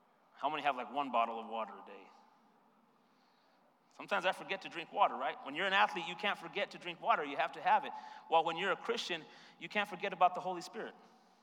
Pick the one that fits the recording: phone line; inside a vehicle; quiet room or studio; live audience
live audience